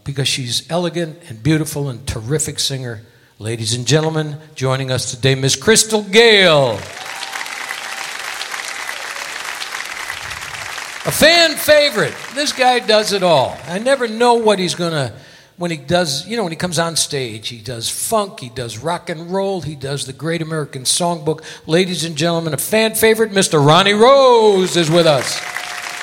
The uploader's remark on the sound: Live at the South Point Casino